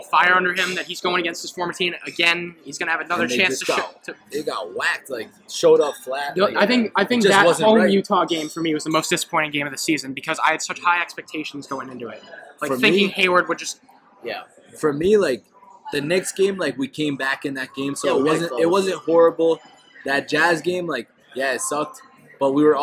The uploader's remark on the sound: The boys travel to The Palm Restaurant in Boston